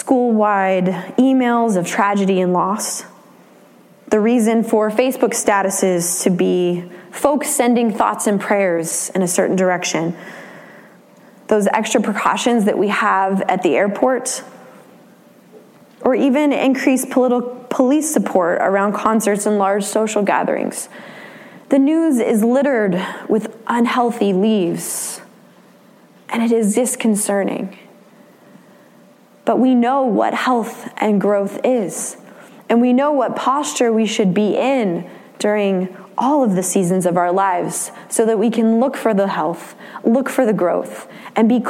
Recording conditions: large echoing room